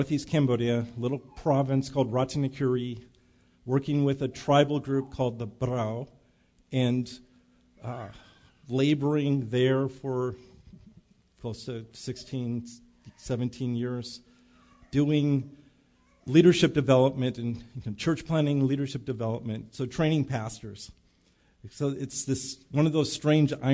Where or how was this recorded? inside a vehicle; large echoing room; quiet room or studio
large echoing room